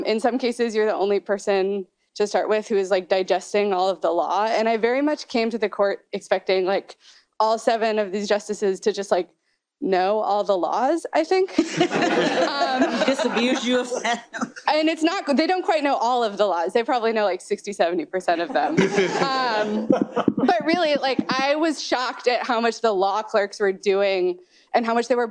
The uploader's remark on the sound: Minnesota Law annually hosts a Minnesota Supreme Court oral argument with students in attendance. Following the hearing, Minnesota Law students posed questions to the members of the Minnesota Supreme Court.